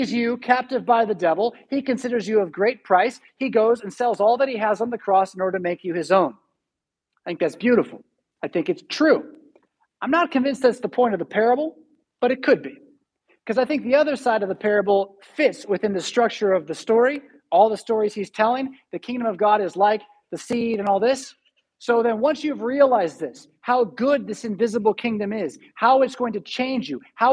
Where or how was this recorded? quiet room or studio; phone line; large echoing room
large echoing room